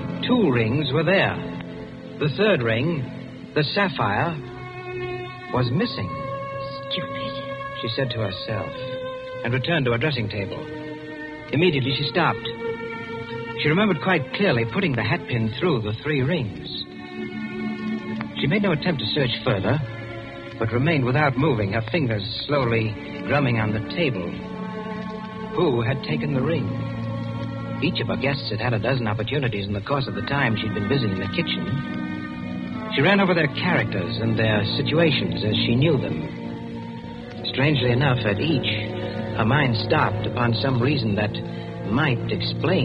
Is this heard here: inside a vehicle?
no